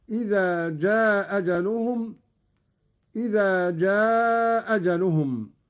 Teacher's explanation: قرأ قالون بإسقاط الهمزة الأولى وله القصر والمد